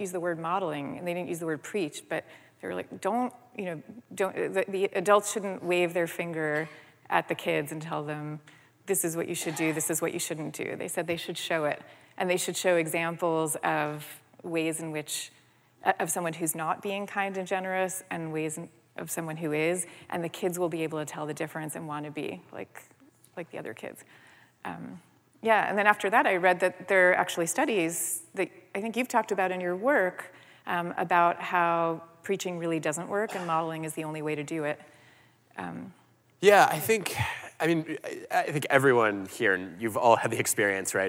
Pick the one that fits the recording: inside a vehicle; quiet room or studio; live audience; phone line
live audience